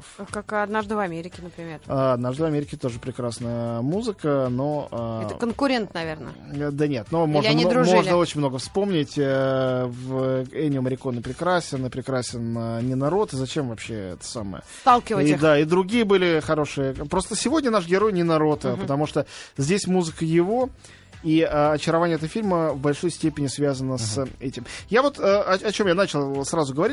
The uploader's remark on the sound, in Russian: По телефону.